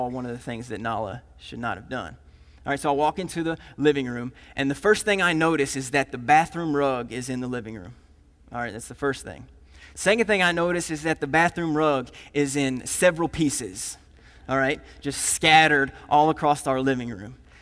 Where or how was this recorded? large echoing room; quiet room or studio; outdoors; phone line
large echoing room